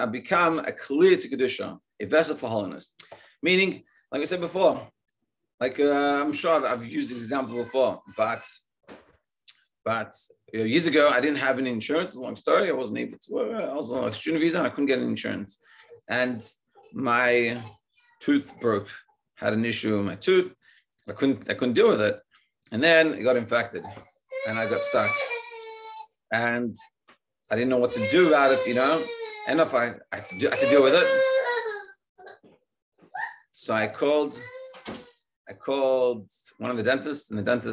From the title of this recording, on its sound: Daily Zoom Shiur